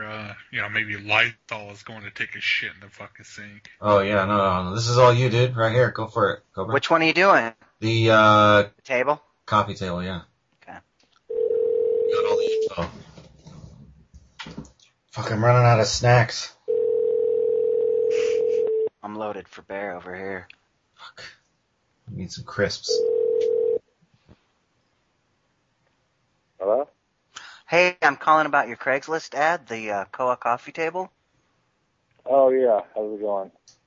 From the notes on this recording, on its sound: Prank Phone Calls Collection